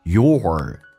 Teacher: with your 重度卷舌，整个嘴巴凸出来